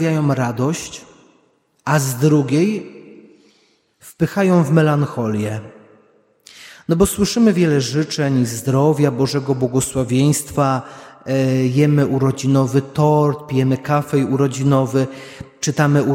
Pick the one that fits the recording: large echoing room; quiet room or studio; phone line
large echoing room